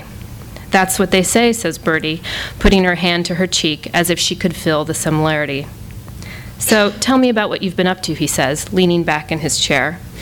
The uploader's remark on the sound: A launch party for the debut novel. THIS EVENT WAS RECORDED LIVE AT SKYLIGHT BOOKS.